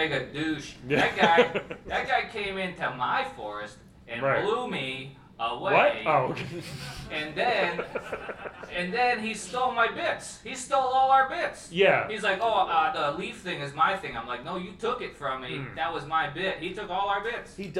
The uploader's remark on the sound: Our live episode we did about a month ago at Galaxy Con in Raleigh, North Carolina. It was super fun to do it in a room full of packed people. The audio is fine!